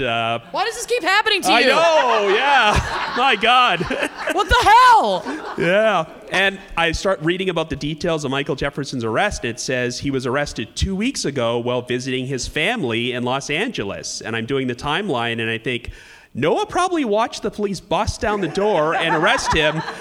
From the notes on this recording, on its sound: True Crime Live Panel. For a live panel from the Berkshires.